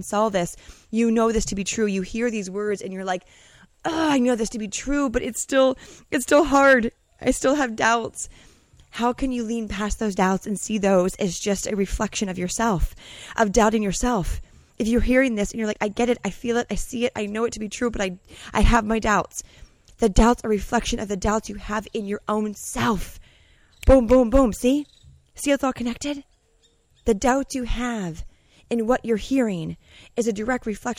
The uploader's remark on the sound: Today’s message I’m recording during my morning routine, journaling under the sun, in Costa Rica.